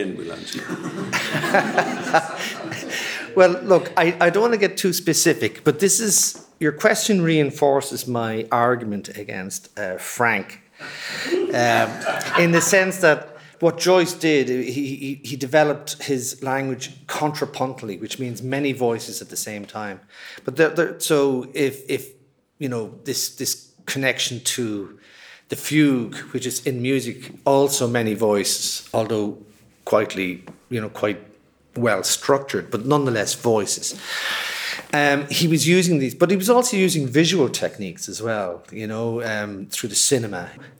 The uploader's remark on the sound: amplify live at New Music Dublin